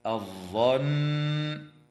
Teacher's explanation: وتغن النون المشددة في كلمة الظن